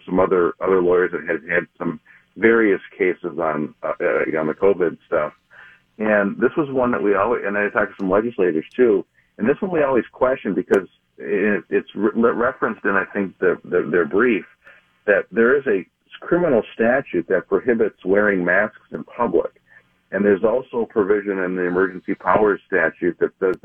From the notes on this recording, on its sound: I called